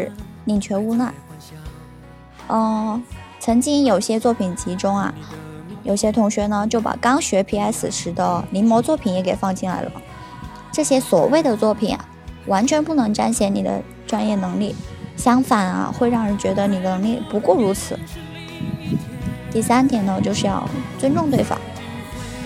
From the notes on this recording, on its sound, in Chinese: 学校录音的地方太难选择了。最后只能在天台录音，希望大家不要太在意天台的风声。